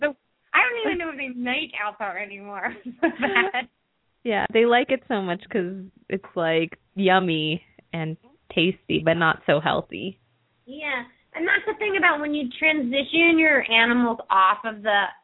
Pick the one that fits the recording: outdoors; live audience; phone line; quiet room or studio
phone line